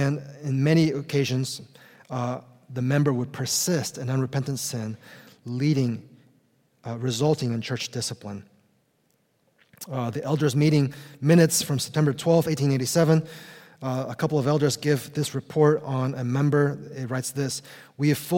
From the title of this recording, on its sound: Conference Session!